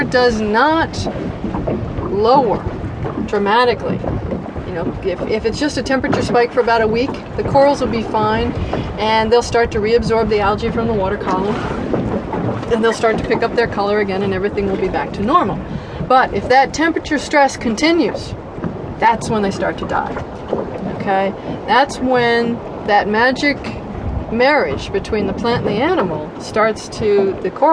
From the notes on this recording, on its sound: We go off the beaten path on horseback and in a boat. Listeners may find some minor audio issues since much of the travelogue was filmed outdoors.